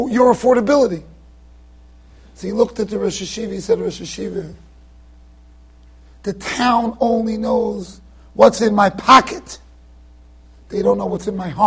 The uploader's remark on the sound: Shiur recorded in Yeshivas Ohr Reuven, Monsey NY.